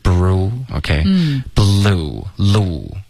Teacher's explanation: Blue 的这个 L 的音要更干脆一点，现在发的有点像一个 R 的音了